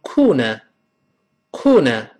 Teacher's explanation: 这个英国人读成 corner，corner 后面没有卷舌